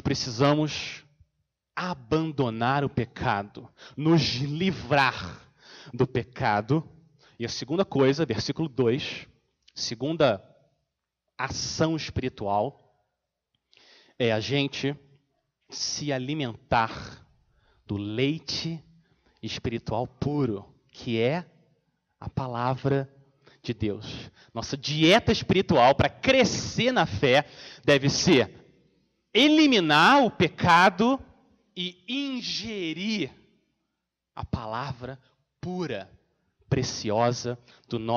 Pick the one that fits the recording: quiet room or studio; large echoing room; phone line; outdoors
large echoing room